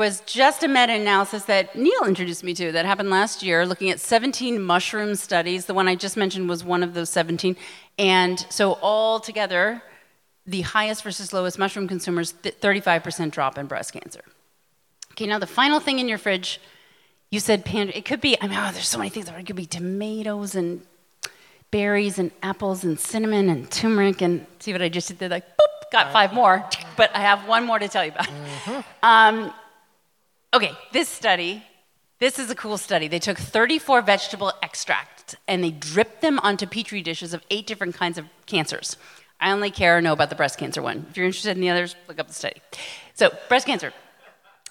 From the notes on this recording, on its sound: In front of a sold-out crowd in Los Angeles!